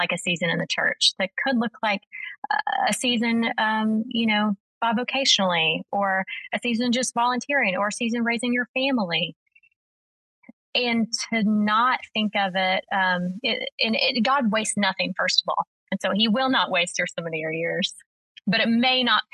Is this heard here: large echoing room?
no